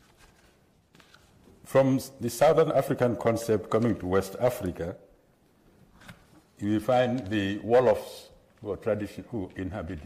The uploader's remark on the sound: at the 2023 JRCLS Annual Conference in Atlanta, GA